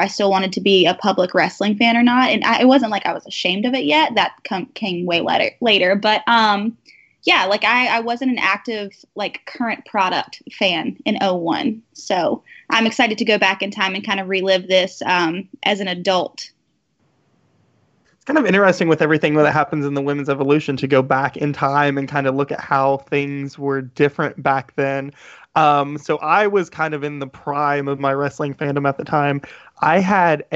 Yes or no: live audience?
no